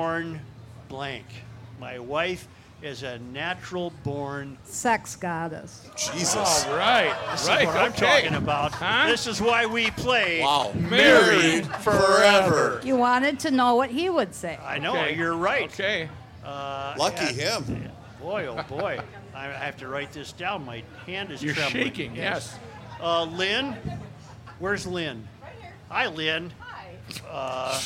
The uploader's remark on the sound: Day 3 from the MN State Fair!!